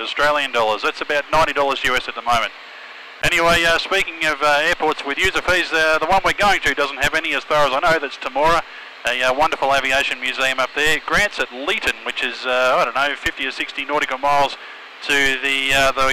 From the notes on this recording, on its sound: Recorded most of this Australia Desk segment while flying a Cirrus SR20 from Essendon Airport (YMEN) in Melbourne to Temora (YTEM) on a day trip to the RA-Aus NatFly event.